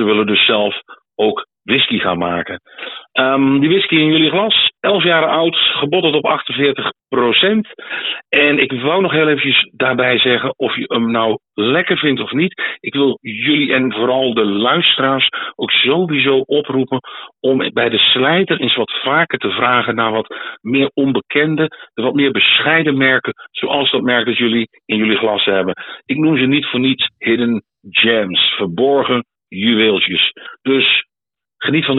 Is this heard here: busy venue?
no